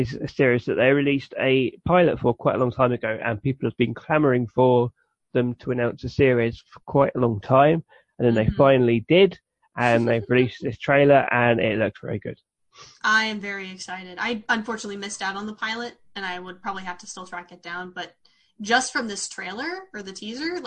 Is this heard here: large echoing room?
no